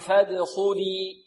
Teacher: الدال مقلقلة مرققة والخاء مفخمة